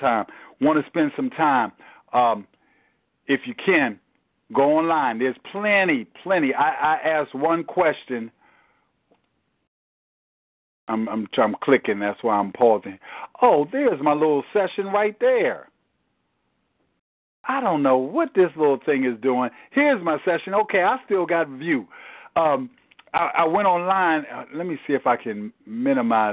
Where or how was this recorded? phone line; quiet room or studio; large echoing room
phone line